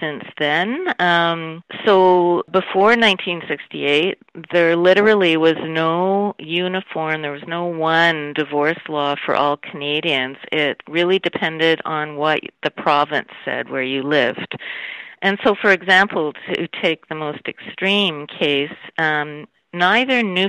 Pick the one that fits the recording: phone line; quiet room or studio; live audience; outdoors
phone line